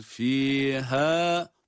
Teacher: Bakın fiha, boğazı sıkmadan çıkardığımız bir harf.